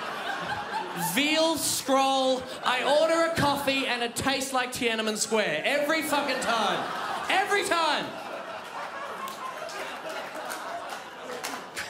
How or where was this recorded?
live audience